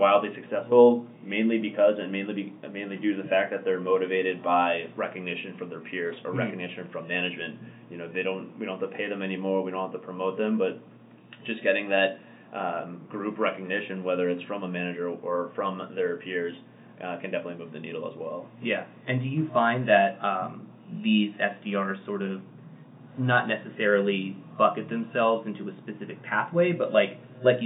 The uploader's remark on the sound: Please excuse the weird audio quality in this episode!